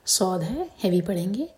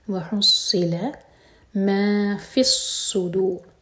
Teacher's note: فا کو صاد سے جوڑ کر سٹرانگ پڑھیں گے